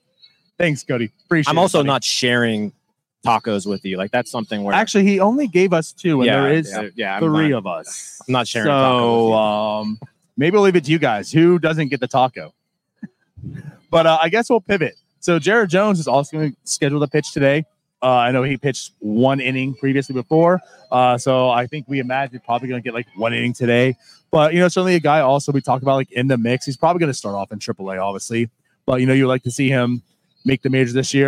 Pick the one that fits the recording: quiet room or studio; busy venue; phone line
busy venue